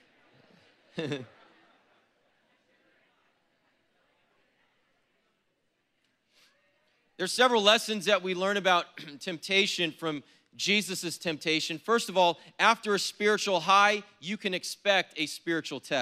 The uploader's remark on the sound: was preached on April 10th at the 10AM service